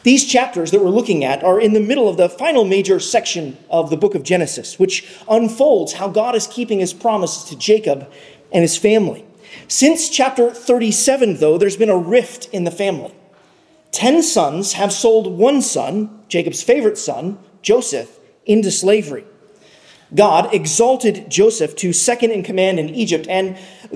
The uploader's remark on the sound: at Arlington Baptist Church in Arlington, Virginia